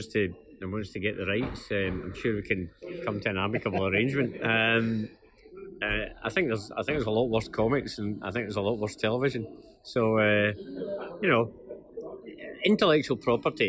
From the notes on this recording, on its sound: This podcast was recorded in a bar on Byres Road and may feature background noise and Glasgow patter.